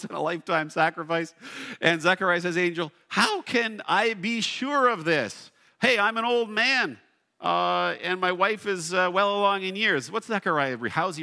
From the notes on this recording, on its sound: at Blessings Christian Church located in Hamilton, Ontario